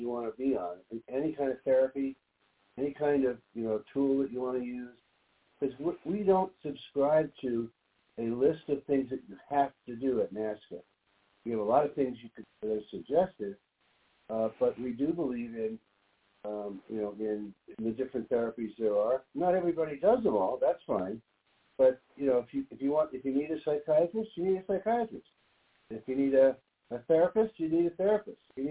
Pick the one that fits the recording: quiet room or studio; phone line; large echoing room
phone line